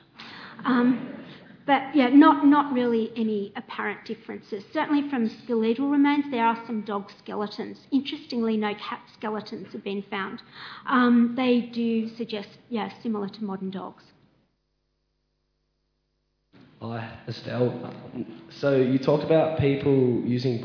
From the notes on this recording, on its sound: A Sydney Ideas lecture co-presented with the Department of Classics and Ancient History and the Nicholson Museum at the University of Sydney